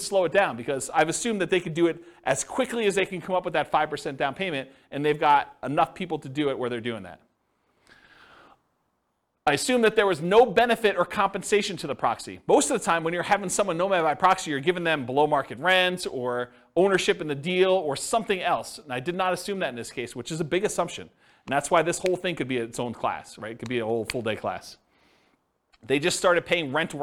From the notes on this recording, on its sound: This was a live class recorded.